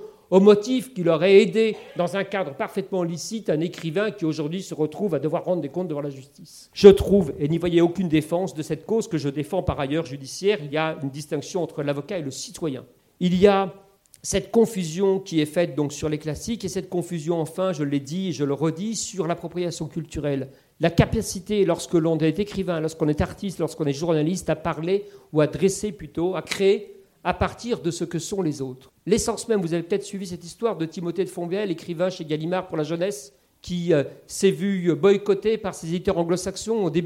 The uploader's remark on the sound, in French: lors d'une conférence inédite